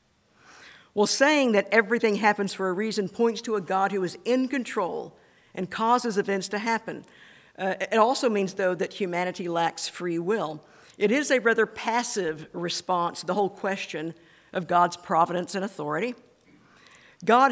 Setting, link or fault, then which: setting, large echoing room